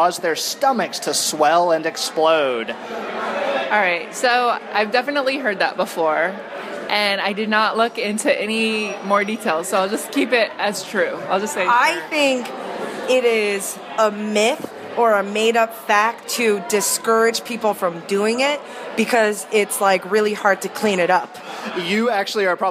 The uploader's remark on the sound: We recorded short segments in secret at the wedding reception as a surprise for him.